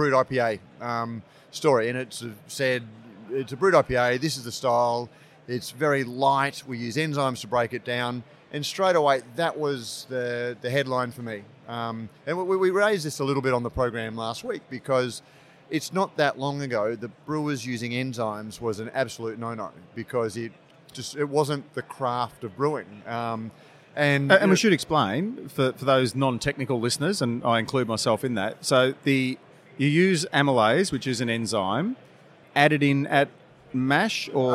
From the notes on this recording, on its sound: This week's episode was recorded at BrewCon 2018. The expansive event in Sydney this year.